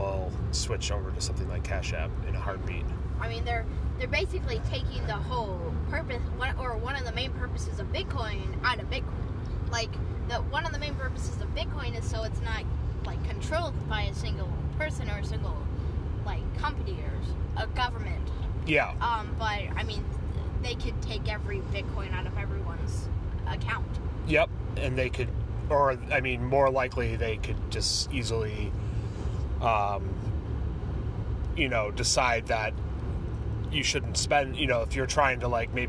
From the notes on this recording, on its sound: The bitcoin kid are in the car again talking bitcoin and the recent PayPal news.